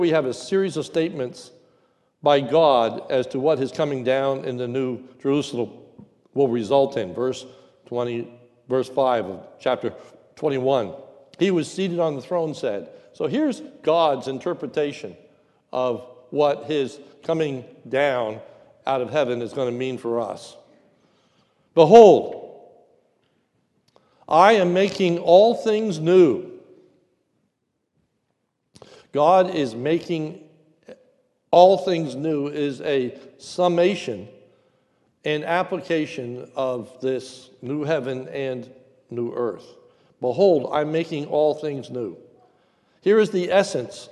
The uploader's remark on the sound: a sermon recorded at the Lebanon Bible Fellowship Church in Lebanon, PA during the morning service